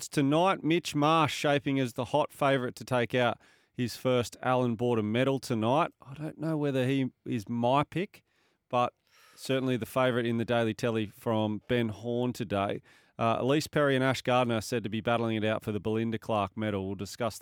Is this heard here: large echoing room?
no